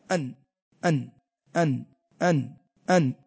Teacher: ما السبب أنه يقع الإظهار؟ لأن مخرج النون الساكنة مع التنوين من طرف اللسان مع الحنك